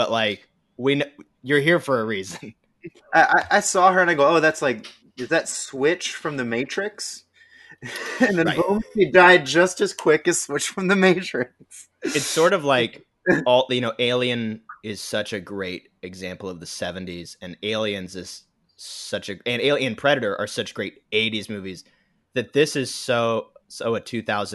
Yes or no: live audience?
no